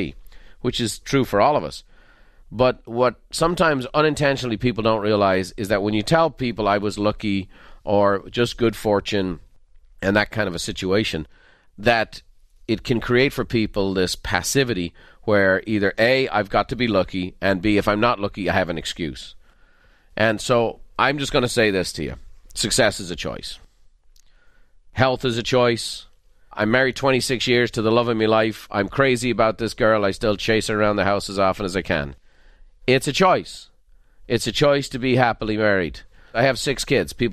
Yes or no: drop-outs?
no